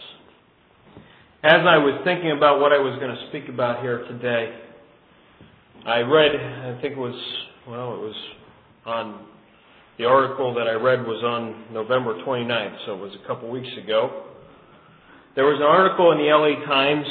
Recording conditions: large echoing room